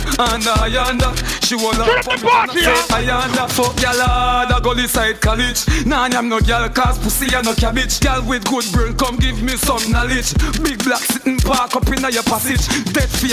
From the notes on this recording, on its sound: LIVE AUDIO AT DANCEHALL SATURDAZE IN HELSINKI, FINLAND.